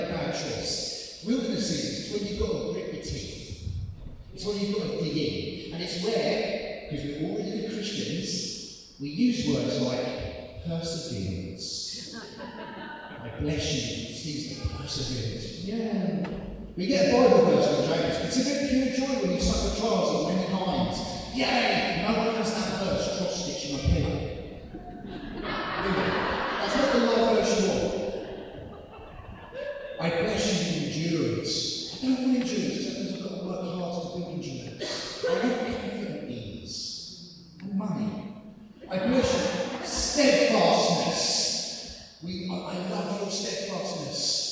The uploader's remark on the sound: This audio is very poor quality, sorry!